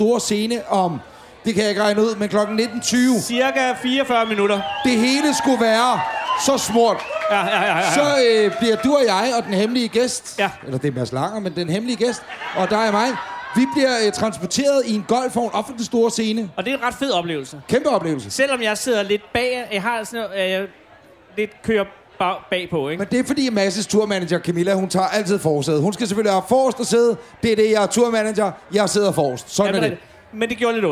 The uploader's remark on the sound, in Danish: Live fra Jelling